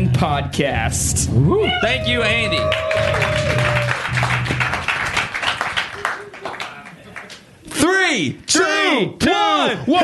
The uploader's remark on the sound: BC LIVE from Charleston, SC. The final episode in the BC LIVE series comes to you from Charleston, SC.